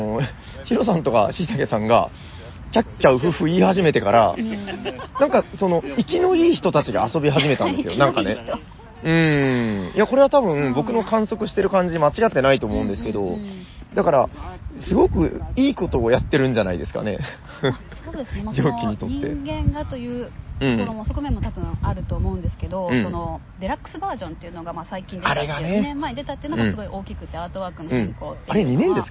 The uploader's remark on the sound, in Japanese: Essen Spiel’22。初の海外収録！！来たぜ！エッセン！！現地で、感想を収録した。